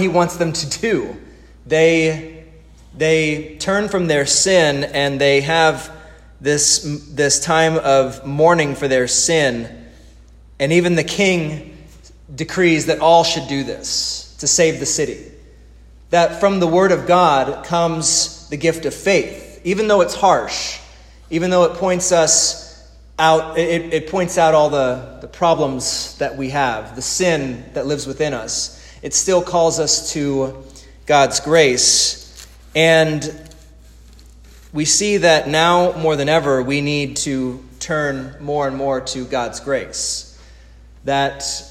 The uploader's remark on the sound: This is the sermon audio from the divine service held Monday March 30, 2020 at Resurrection Lutheran Church in Fredericksburg, Texas.